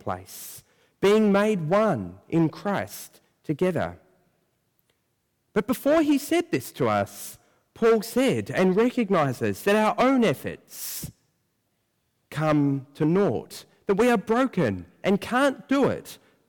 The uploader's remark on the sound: preached at First Church on Nov 1